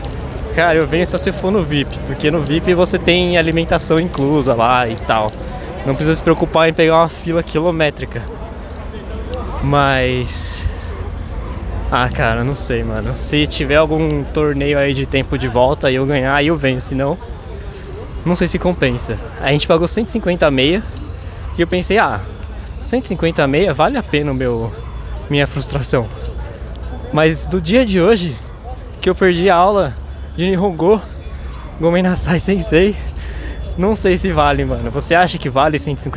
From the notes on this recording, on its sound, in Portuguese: Voltamos com mais um episódio do estilo LIVE gravando mini logs em outro evento de automobilismo, o Formula E São Paulo ePrix 2023. Venha conosco e tire suas próprias conclusões sobre o que vc acha do som de um carro da Fórmula E (eu mesmo me surpreendi como é ao vivo).